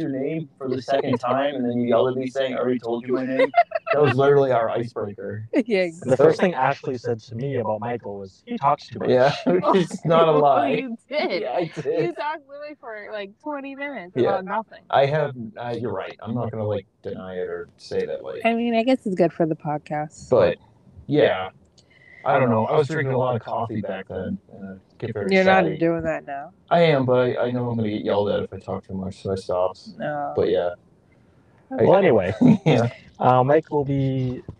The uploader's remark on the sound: Audio is a work in progress, it'll get better I promise.